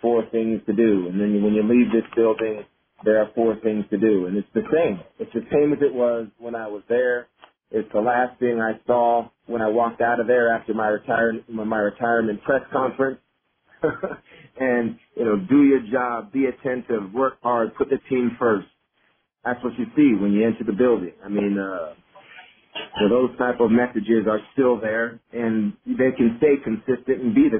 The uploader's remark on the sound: Conference Call